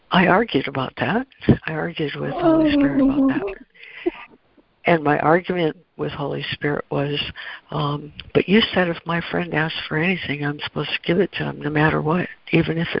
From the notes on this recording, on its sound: ACIM Daily Conference Call.